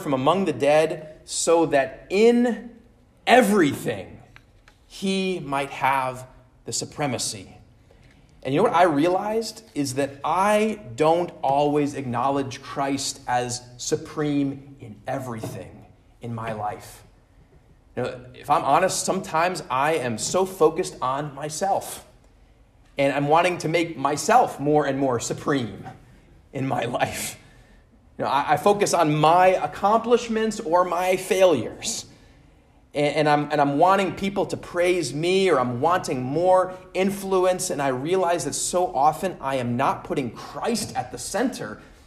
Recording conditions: large echoing room